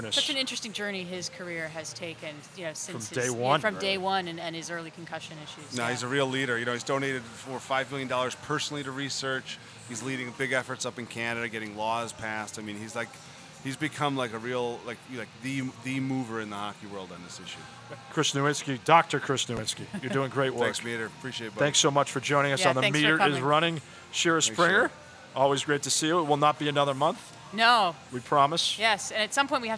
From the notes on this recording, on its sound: Live from Fenway Johnnie's in Boston!